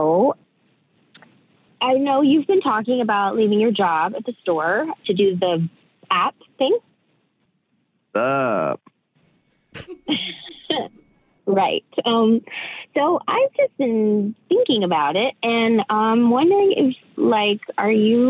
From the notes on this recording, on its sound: Awkward Tuesday Phone Call